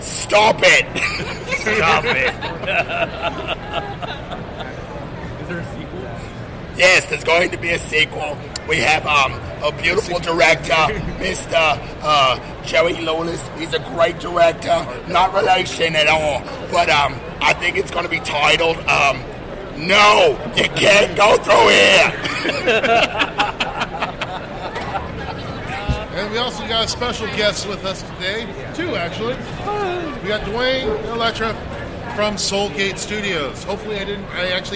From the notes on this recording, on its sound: live at COMICPALOOZA from the con floor